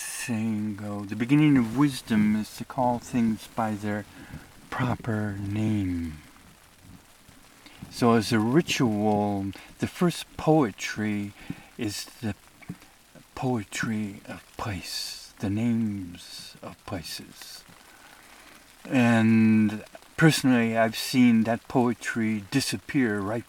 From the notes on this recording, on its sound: I report from the Eagle Cap Wilderness.